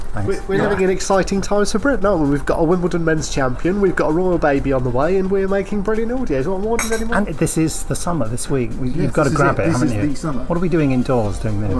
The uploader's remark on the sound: turns up at a company meeting with a recording device determined to do a podcast